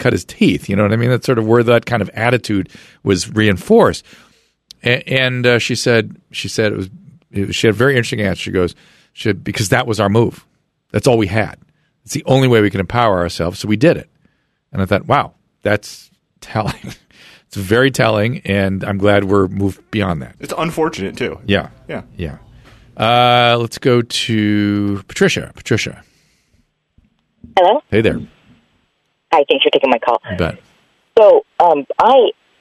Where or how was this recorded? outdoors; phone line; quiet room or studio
phone line